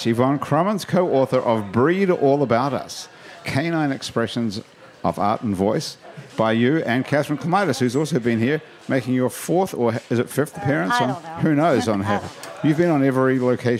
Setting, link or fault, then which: setting, busy venue